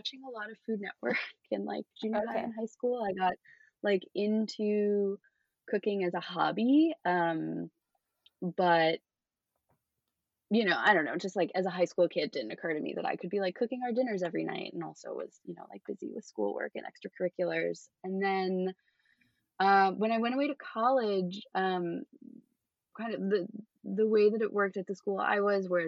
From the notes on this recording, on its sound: This was the second to last of my interviews done with poor internet, so please excuse any audio glitches.